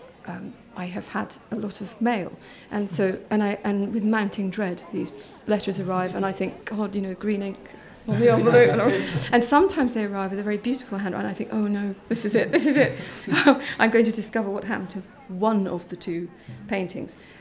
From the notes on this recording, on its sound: Recorded live at the Edinburgh International Book Festival, a discussion with this year’s winners of Britain’s oldest literary awards.